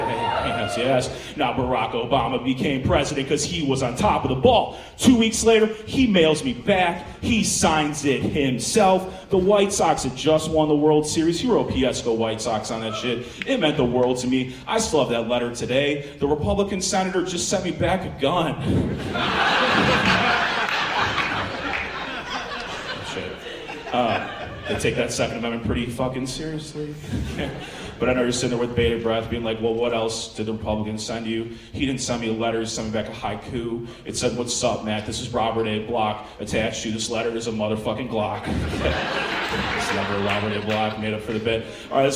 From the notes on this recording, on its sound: This episode was recorded October 28th, 2023 at the farmers market in Fell's Point.